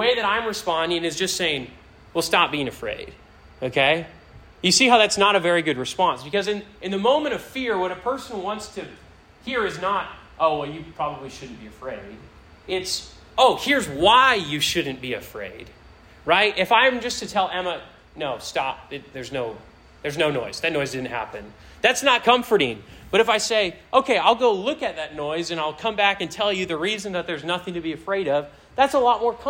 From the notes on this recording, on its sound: This sermon was preached to a Senior High audience